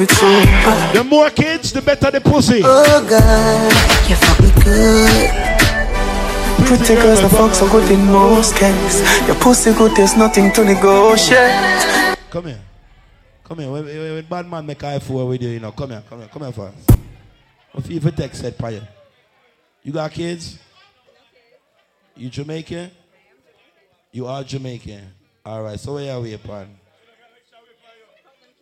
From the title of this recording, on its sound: LIVE IN NASHVILLE 2/10/24